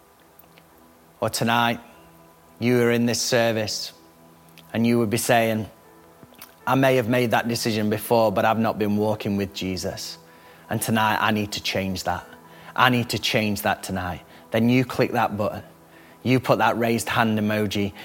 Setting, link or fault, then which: setting, large echoing room